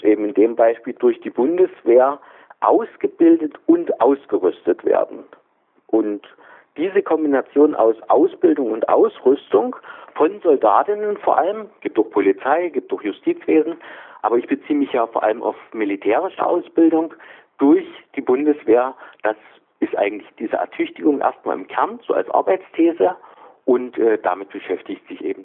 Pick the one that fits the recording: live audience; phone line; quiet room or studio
phone line